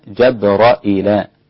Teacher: بفتح الجيم والراء وهمزة بعدها فيصير النطق بها جبرائيل، همزة مكسورة جبرائيل.